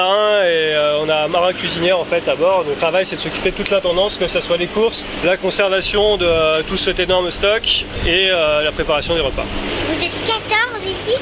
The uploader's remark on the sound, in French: Écoutez le podcast de la sortie de la classe de CM1. Laissez-vous bercer par le bruit des vagues dans cette courte virée.